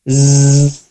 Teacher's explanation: Zai itu tadi gigi seri atas dan bawah bertemu, jadi seperti menggigit terus bergetar jadinya zzz, bunyinya seperti lebah